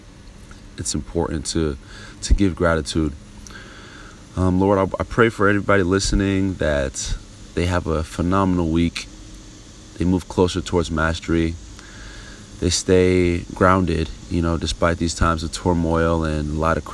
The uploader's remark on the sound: live from my back patio!